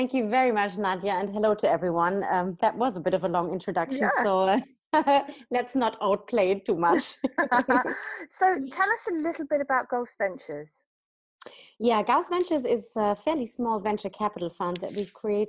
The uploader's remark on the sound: joined over Zoom